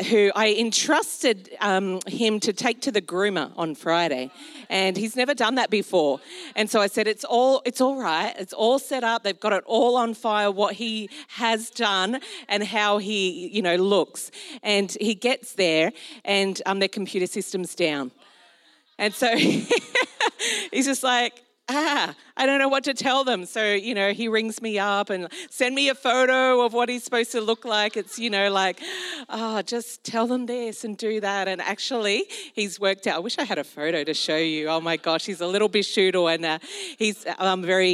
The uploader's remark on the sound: This was recorded in our Melbourne East service on Sunday, the 4th of December 2022